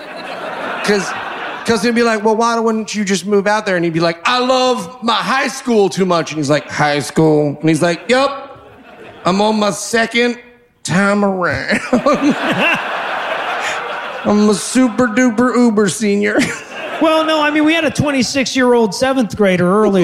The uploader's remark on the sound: LIVE from Seattle